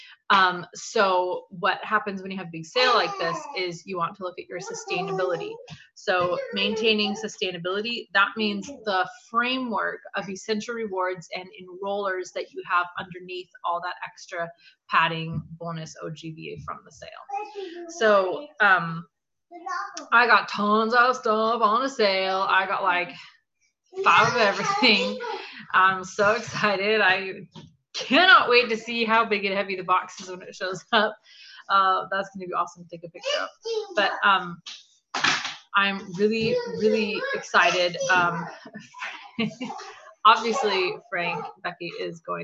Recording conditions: sounds in the background